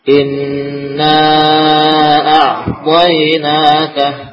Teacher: Kenapa panjang? Karena bertemu dengan hamzah walaupun terpisah.